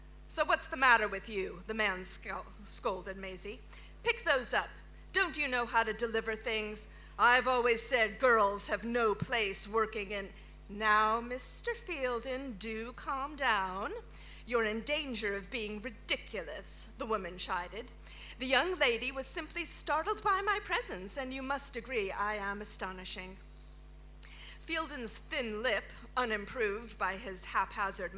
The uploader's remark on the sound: Audio from the Brixton BookJam, December 2017